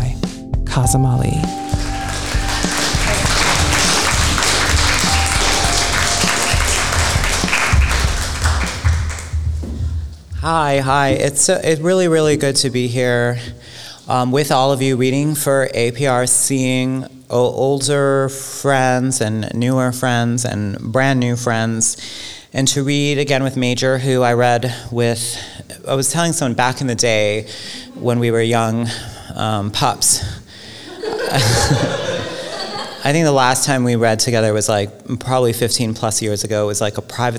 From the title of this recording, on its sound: live at The Philadelphia Ethical Society